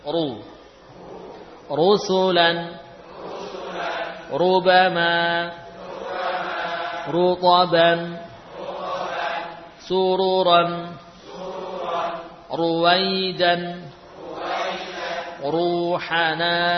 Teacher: Nah, ra yang dhammah sebaiknya ditebalkan.